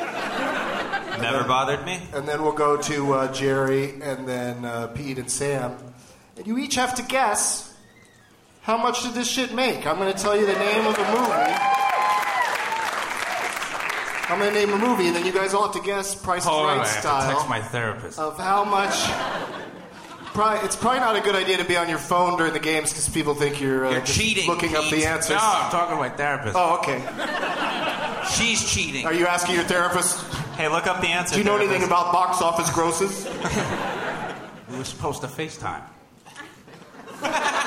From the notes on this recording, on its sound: Live from the Gramercy Theatre in New York City